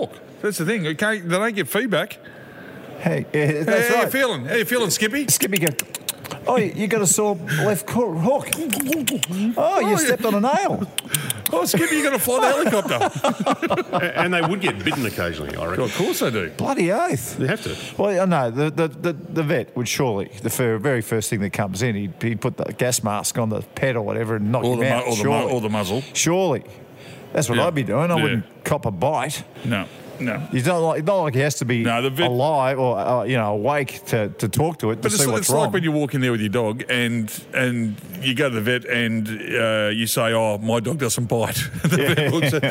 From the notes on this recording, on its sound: Live from the Mountain View Hotel